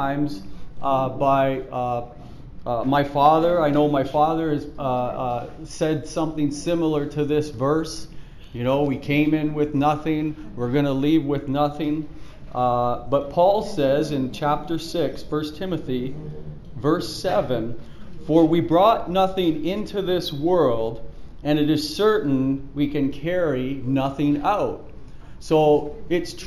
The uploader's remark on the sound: Preached at the Church at Brimley